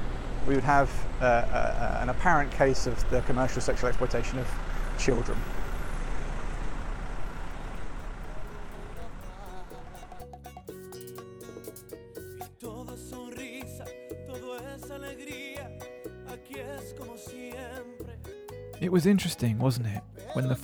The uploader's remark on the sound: On his recent trip to the Dominican Republic, and shares a live recording from the red light district of Santo Domingo.